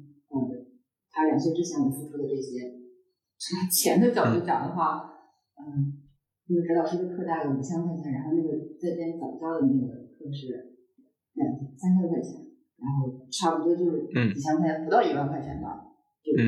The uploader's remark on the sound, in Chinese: 本期节目由于录音失误，音质不佳。